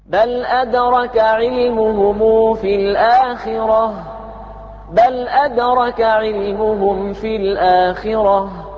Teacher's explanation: بهمزة قطع وعندئذ لا تكون الدال مشددة